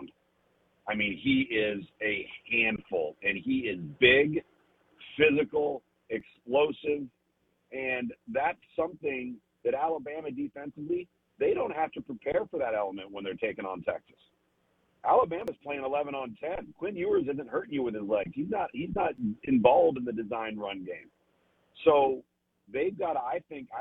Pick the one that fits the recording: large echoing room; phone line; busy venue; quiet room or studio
phone line